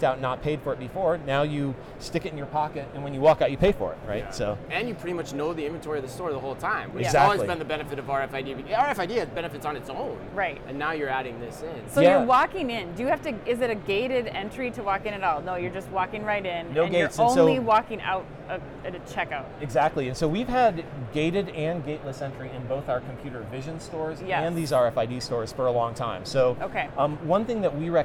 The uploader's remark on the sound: Live From NRF. LIVE FROM #NRF2024.